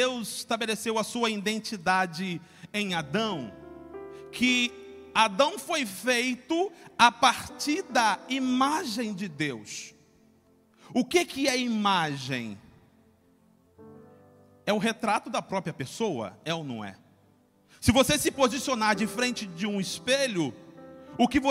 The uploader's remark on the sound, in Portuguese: CULTO DE LOUVOR E PALAVRA AO VIVO